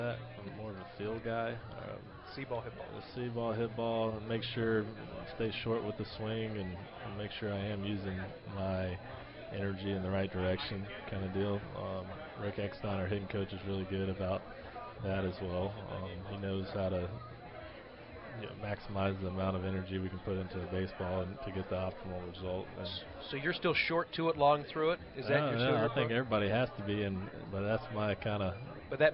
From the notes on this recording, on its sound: LIVE from PiratesFest on Friday night at PNC Park